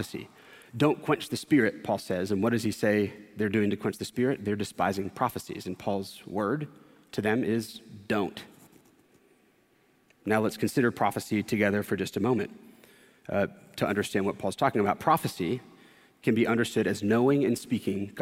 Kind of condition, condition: setting, large echoing room